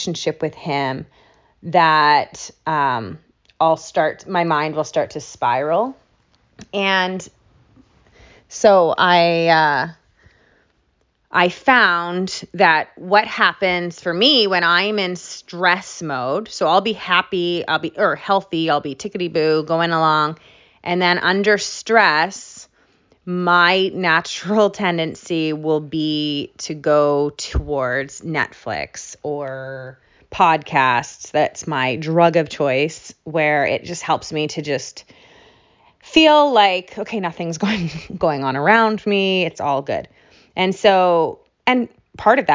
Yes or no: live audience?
no